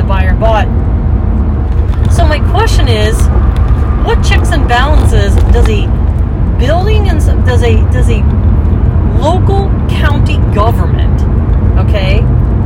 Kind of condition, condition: setting, inside a vehicle